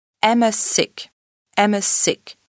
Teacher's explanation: Il est accentué sur la première syllabe, tandis que la voyelle finale, le A, est réduit et prononcé E. Le son Z de l'apostrophe S et le S de sick vont se confondre un peu.